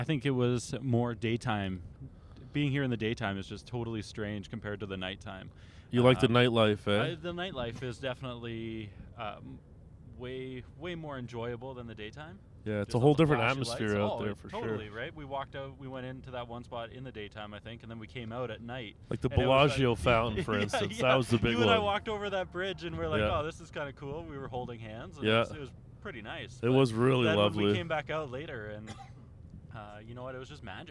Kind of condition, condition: setting, inside a vehicle